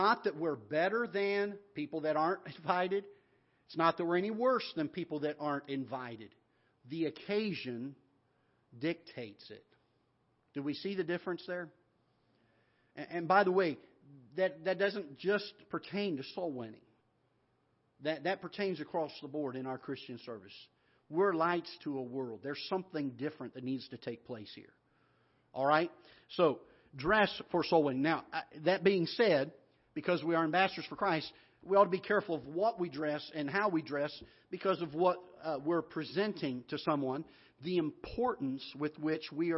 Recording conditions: large echoing room